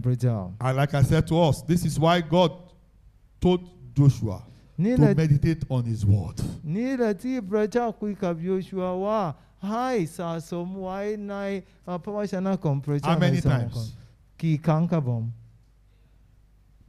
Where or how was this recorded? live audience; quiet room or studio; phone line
live audience